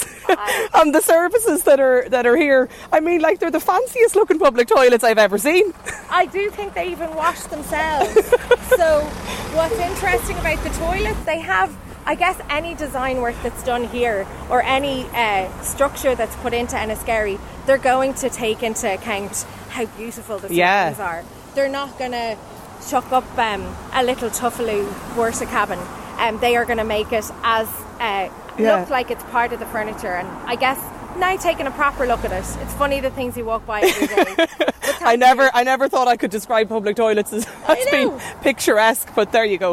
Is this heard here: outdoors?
yes